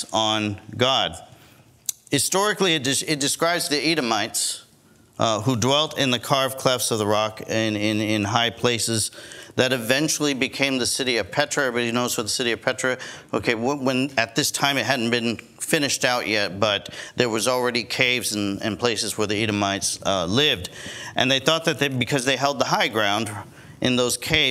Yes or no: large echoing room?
yes